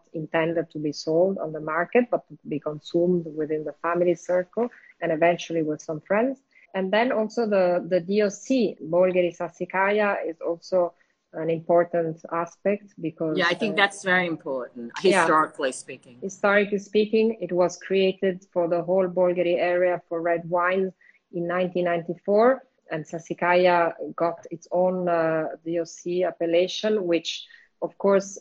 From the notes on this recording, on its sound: Recorded on instalive during the pandemic. These recorded sessions are then released on the podcast to immortalize them!